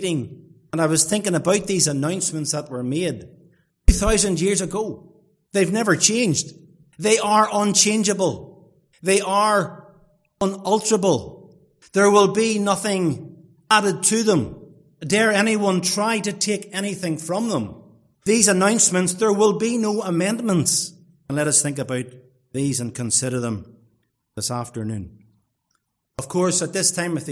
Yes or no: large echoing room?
yes